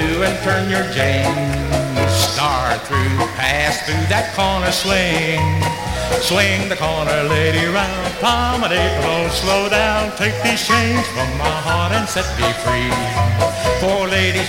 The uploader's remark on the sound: This is the final track on record one from the 1964 Blue Star Jubilee Square Dance held in the Sam Houston Auditorium. Houston, Texas.